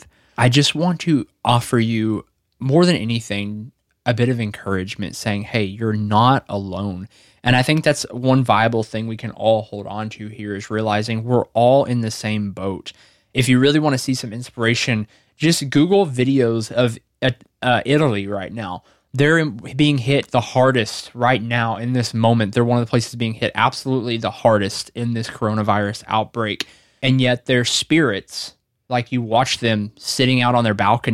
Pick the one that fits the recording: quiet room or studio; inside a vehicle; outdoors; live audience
quiet room or studio